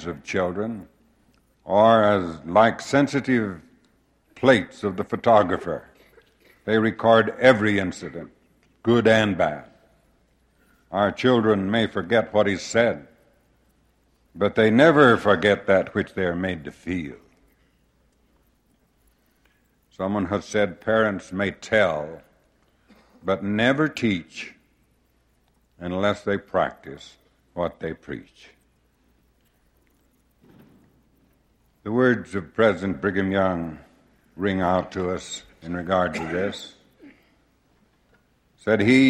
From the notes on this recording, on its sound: Address delivered at general conference Saturday afternoon, April 3, 1971